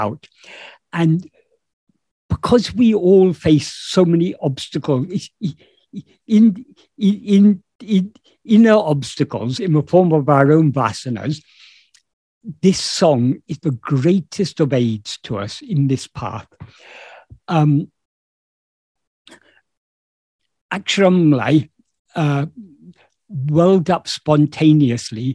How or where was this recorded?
video call